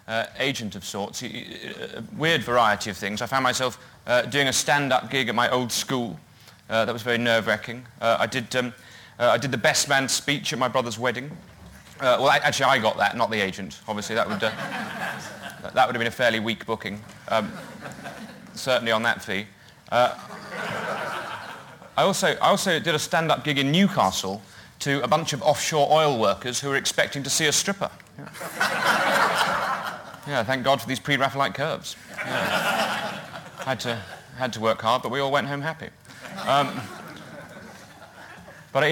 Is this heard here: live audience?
yes